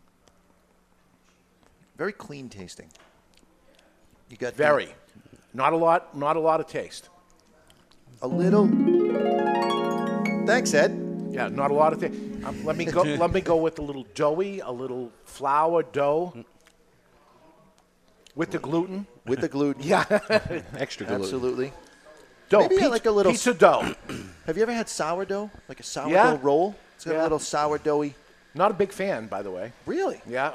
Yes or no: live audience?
yes